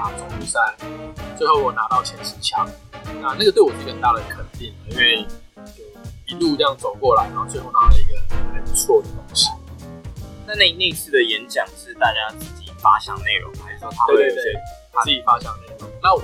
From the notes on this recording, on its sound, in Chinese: 本集音檔為 2019 年錄製，錄製時收錄較多環境雜音，已降噪處理加上背景音樂